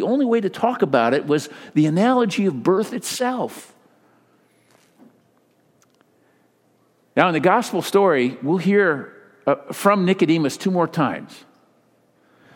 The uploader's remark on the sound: Delivered during the Contemporary Worship service.